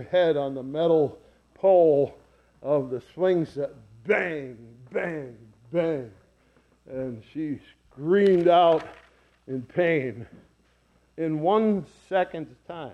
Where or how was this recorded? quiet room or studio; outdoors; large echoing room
large echoing room